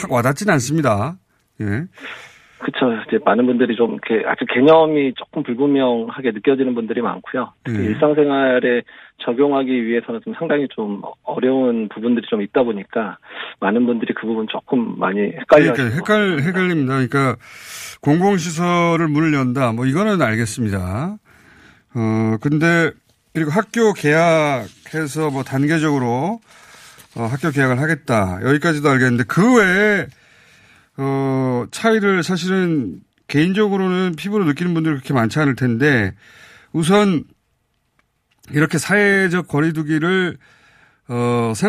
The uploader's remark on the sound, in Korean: 전화연결